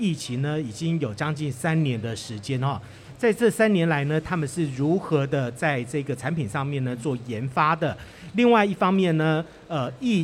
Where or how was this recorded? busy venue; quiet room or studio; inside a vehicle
busy venue